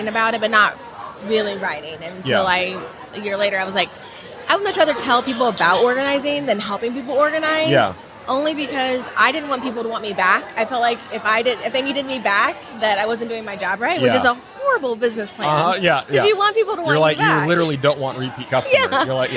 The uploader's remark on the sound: LIVE from HAVEN 2022